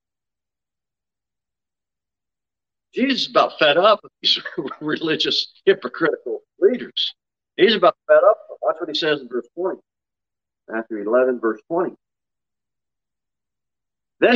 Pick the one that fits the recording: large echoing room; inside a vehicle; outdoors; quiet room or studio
large echoing room